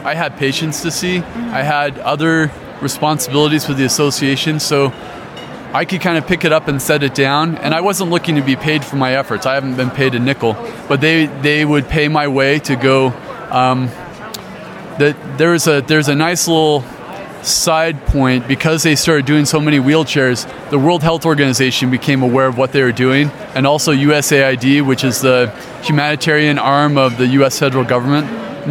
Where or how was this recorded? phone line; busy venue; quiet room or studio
busy venue